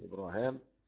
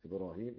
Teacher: فتح الهاء وألف بعدها والباقي بكسر الهاء والياء بعدها